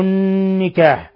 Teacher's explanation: حرف غن مشدد يغن مقدار حركتين